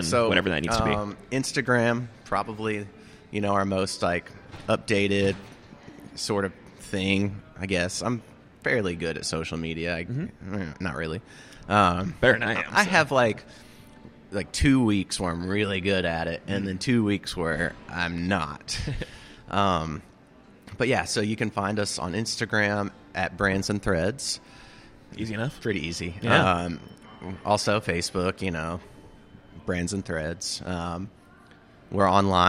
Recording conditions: busy venue